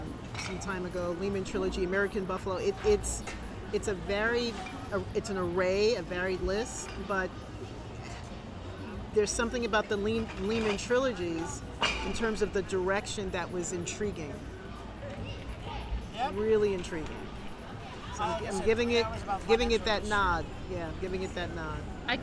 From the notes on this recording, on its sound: LIVE from the streets of Brooklyn